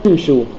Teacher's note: إذا بدأ بها يبدأ بكسر الهمزة، بكسر الهمزة الوصلية يبدأها امشوا، لا نقول امشوا ولكن نقول امشوا.